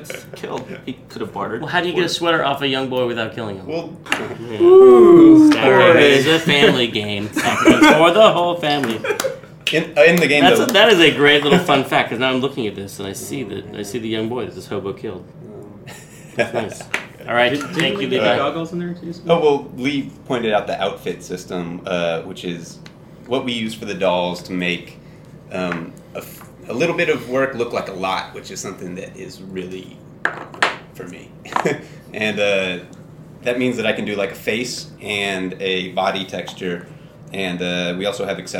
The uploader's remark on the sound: Still only have the one mic though.